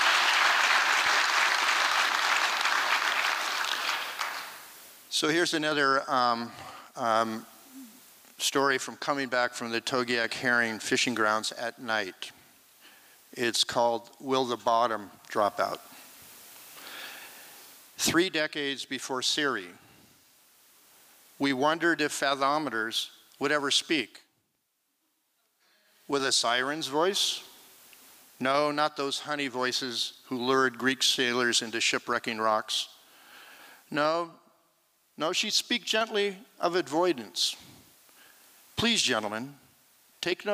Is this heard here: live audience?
yes